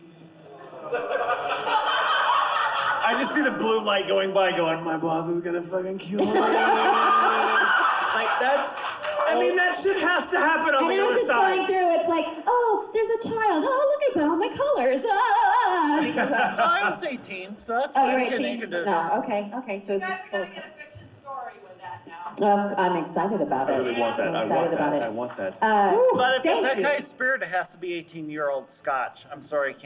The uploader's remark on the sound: LIVE from GalaxyCon Minneapolis. Enjoy a live show.